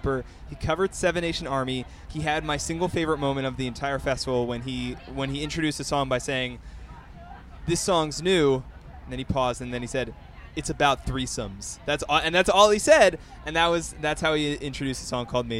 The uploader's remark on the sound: hosts live from Lollapalooza 2014 alongside Billboard